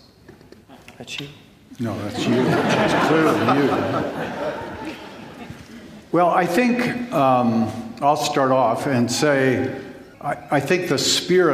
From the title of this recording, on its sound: Q & A from the 2021 Boise Reformation Conference